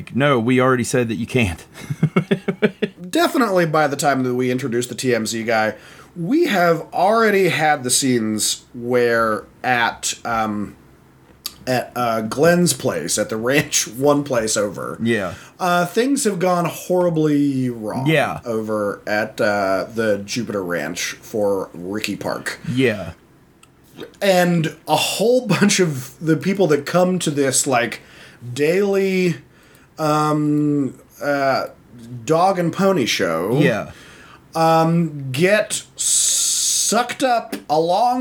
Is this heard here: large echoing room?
no